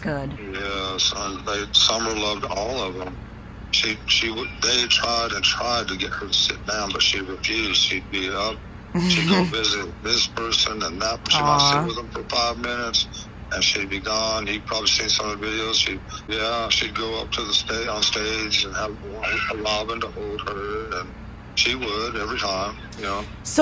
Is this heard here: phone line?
yes